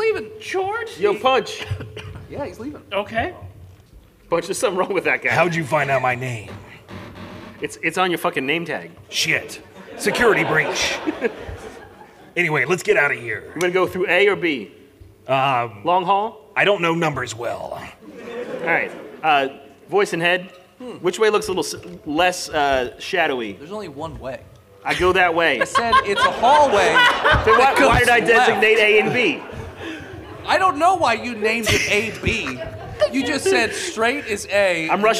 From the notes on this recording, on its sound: This is our live show at Dragoncon 2023! If you’re wondering why the audio quality is a little different from most other episodes, its because we recorded it live in a grand ballroom in front of a live audience!